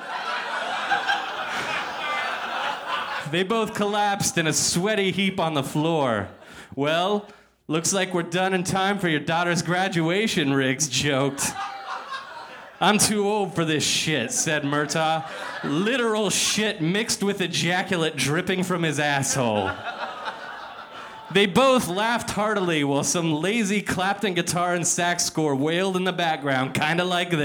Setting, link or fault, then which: setting, live audience